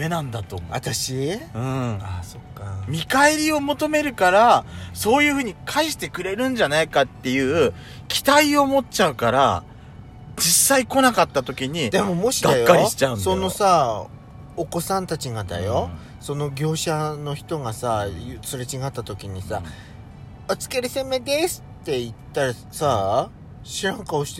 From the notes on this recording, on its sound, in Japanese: 2人組。パーキング収録。